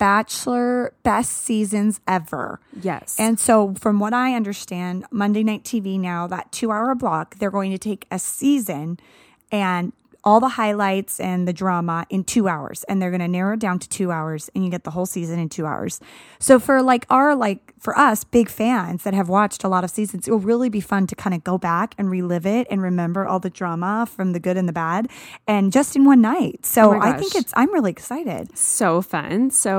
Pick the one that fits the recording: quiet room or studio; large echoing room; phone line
quiet room or studio